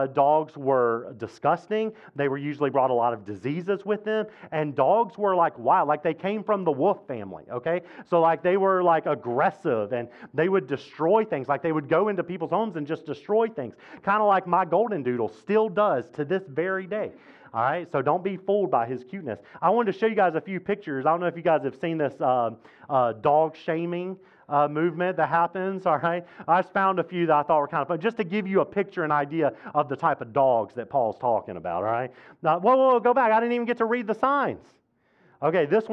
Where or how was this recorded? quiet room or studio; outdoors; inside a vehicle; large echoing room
large echoing room